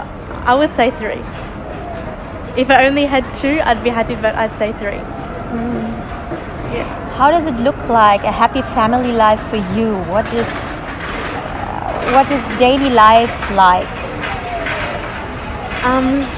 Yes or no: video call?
no